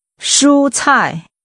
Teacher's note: The tones are high level, 蔬 and falling.